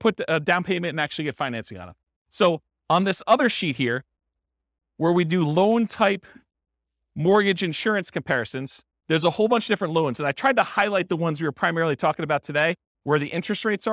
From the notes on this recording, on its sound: This was a live class recorded